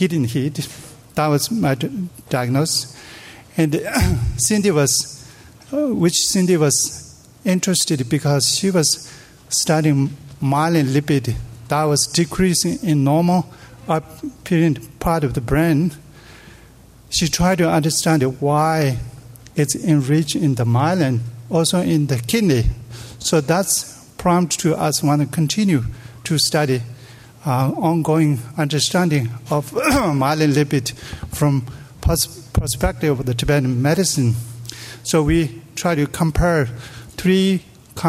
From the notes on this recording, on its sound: delivered these plenary talks as part of the Tibetan Medicine Conference on Mind-Body Health held at Harvard in October, 2017.